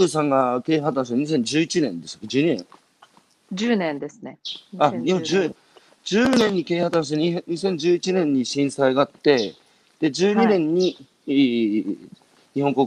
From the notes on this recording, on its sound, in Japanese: 歩きながら1時間、対談する。